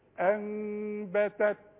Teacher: النون عندي ركبة فوقها ميم، وكل نون في المصحف هتلاقي ركبة فوقها ميم، هتلاقي بعدها حرف باء أوتوماتيك، لأن كل نون ساكنة أو كل تنوين ساكن يجي بعده باء يحصل له قلبة، فهتقلب النون لميم وتخفيها وتغنها